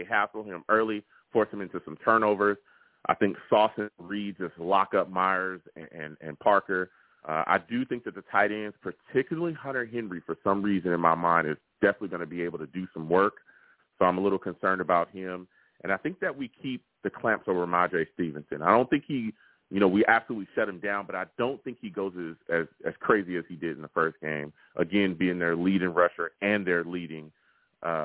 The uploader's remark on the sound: I take live callers as well!